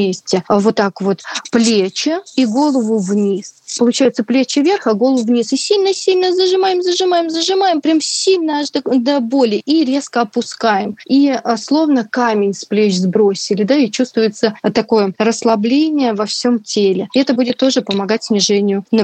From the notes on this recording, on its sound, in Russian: По телефону